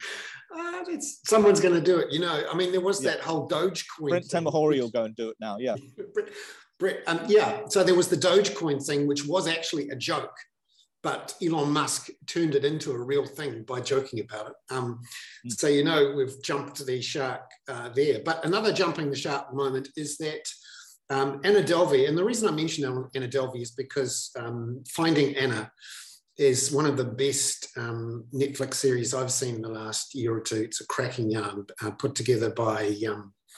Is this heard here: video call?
yes